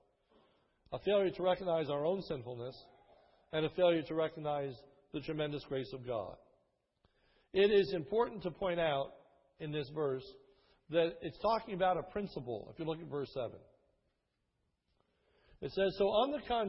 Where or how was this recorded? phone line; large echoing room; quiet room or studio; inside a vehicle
large echoing room